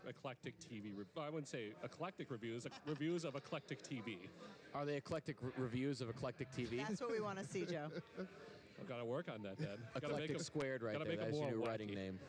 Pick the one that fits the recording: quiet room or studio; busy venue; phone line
busy venue